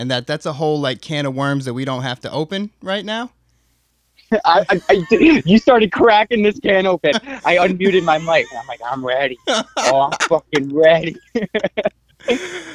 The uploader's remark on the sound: called in and took over the show